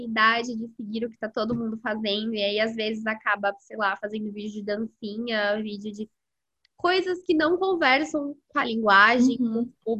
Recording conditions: video call